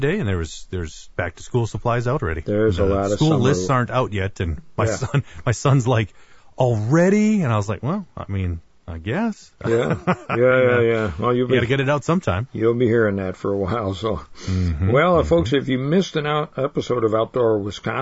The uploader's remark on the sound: Calls in from Stockton Island on Lake Superior. Day 1 of a three day camping trip in the Apostle Islands.